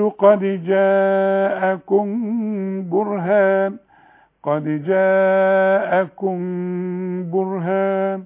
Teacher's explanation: الميم دي مجردة ما عليهاش تشكيل واللي يجي بعدها باء دايما يحصل لها اخفاء شفوي